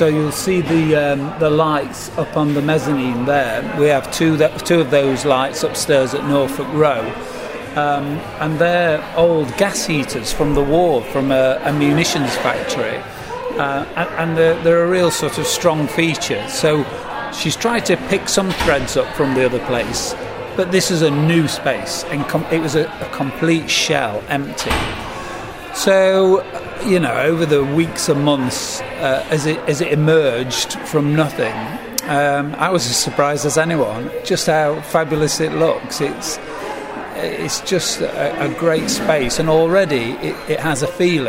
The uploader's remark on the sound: Amid clanging plates and dubious sound levels